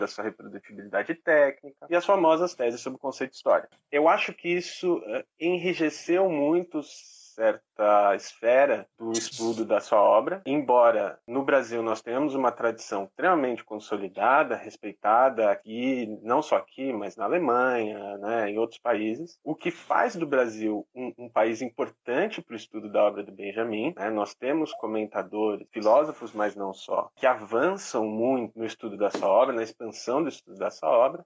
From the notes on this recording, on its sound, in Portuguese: excertos do áudio da conversa realizada ao vivo no instagram